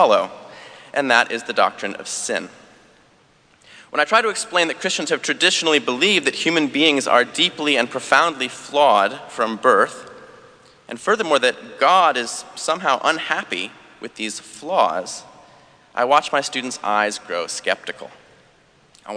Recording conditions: large echoing room